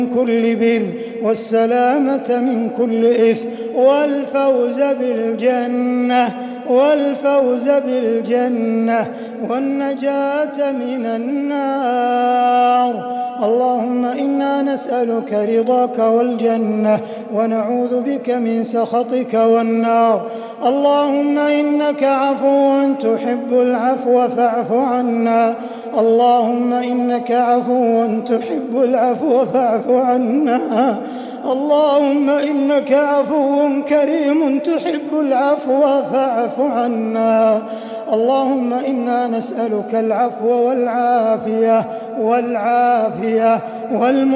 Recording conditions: large echoing room